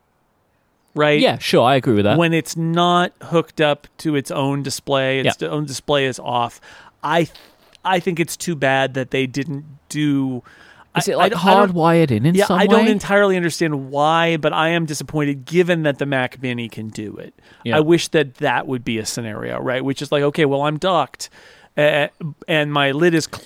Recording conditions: outdoors